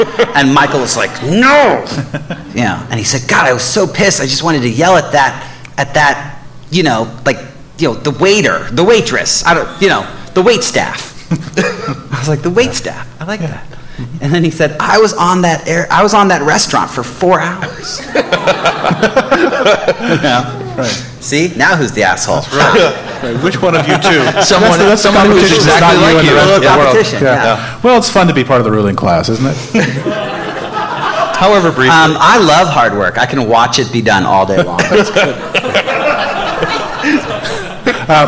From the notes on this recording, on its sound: Do it live in front of a double-digit crowd at Seattle's Bumbershoot music festival. We apologize for the massively overloaded recording here—the talking sounds good but the music, sadly, is distorted.